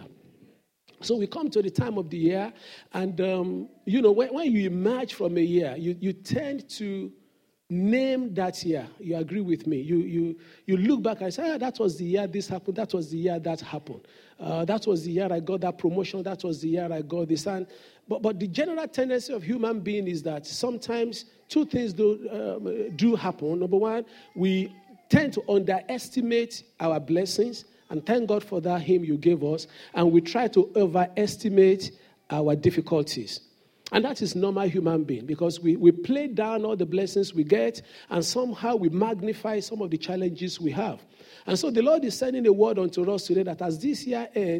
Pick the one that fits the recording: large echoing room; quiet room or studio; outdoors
large echoing room